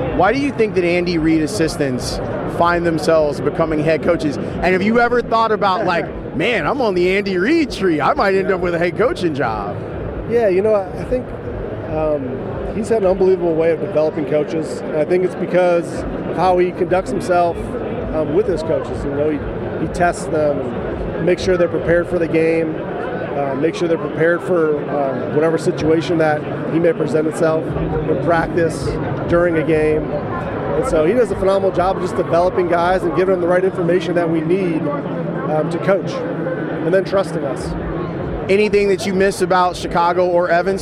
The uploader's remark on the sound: Live from Radio Row in Miami for Super Bowl LIV.